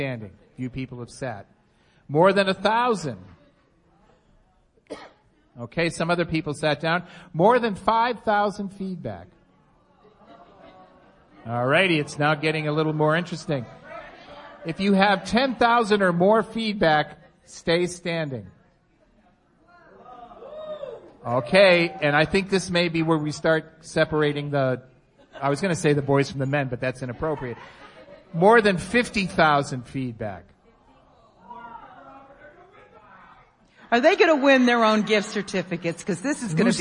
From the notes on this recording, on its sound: Live from eBay Open 2018 at Mandalay Bay in Las Vegas, NV: audience participation and party favors. Members of our live audience shared their best 1-minute selling tip.